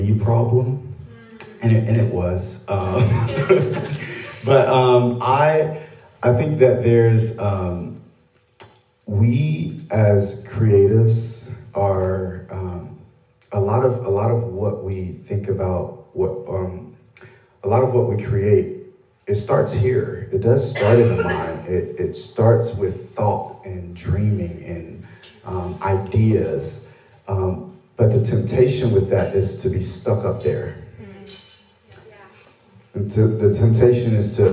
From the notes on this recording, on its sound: A two-part episode that we recorded when we spoke at an arts academy for creatives here in town.